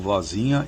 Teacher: Então, querido Paulo Fernandes, Paulo de Camargo Fernandes, não tem mesmo que ter acento, Vozinha, e a palavra é paroxítona. A sílaba tônica de Vozinha é zi.